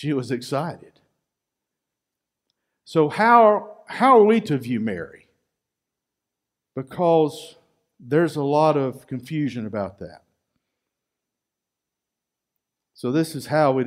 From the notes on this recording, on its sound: Recorded live at Freedom Fellowship Church in Tontitown, Arkansas on Sunday, December 13, 2020.